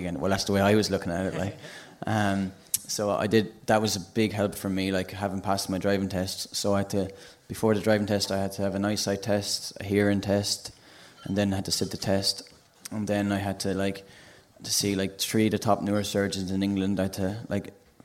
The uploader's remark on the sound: Welcome to the Second Captains 'rock or bust' live tour from The Sugar Club in Dublin.